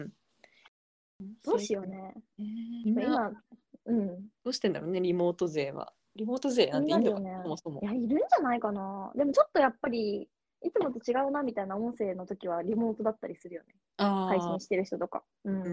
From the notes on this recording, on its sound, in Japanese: リモート収録。